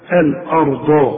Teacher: والراء هي المفخمه مع الضاد برضو مفخمه